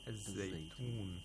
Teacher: We hold the z a little bit because it's a fricative. It's a weak letter.